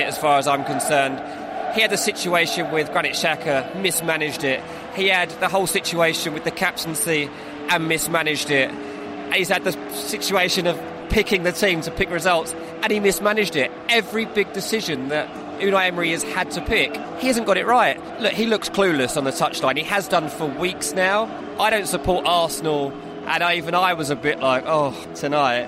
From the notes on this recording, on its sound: Live From The Emirates.